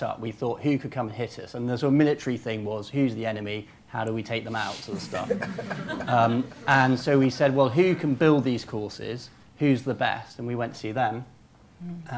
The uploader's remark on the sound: Live panel debate. In front of an invited audience at the Financial Times in London.